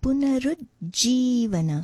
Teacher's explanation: If you break it down in to syllables, it is పూ, a soft పూ they as in perhaps as in put, yeah పూ, న as in నట్, రు పునరు. The ru is a little bit of a slightly rolled syllable, and there is a slight stress on the third syllable, the ru.